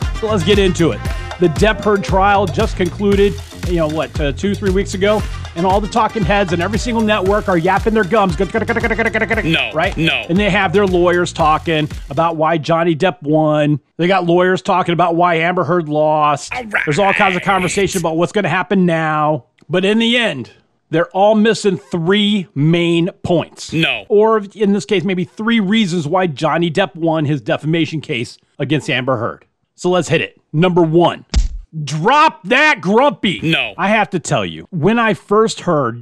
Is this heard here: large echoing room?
no